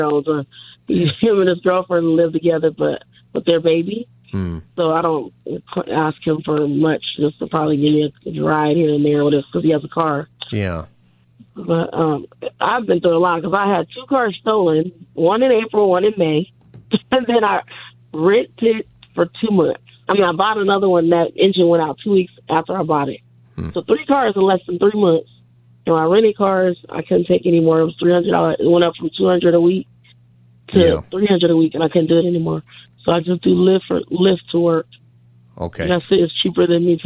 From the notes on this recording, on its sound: We also Continue Open Phone Friday.